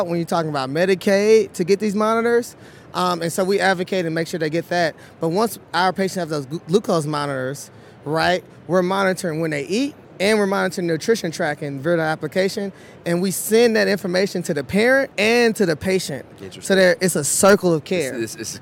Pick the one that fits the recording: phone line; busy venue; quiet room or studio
busy venue